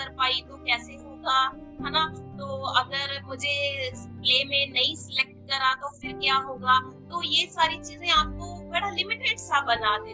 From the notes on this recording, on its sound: interactive session over zoom